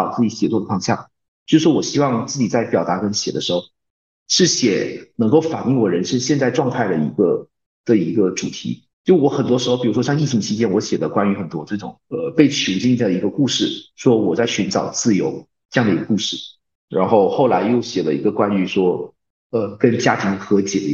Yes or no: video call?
yes